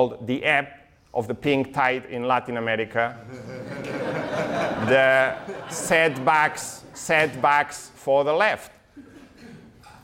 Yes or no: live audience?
yes